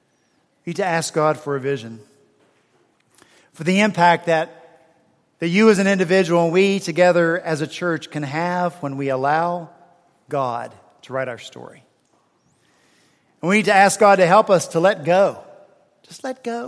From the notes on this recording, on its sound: At Redeemer Presbyterian Church in Charleston, SC, for our fourth Sunday in Advent on December 18, 2016